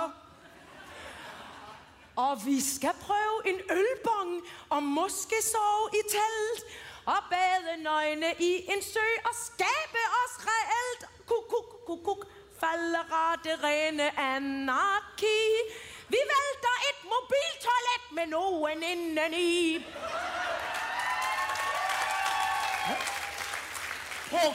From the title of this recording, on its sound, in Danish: Live fra Skanderborg!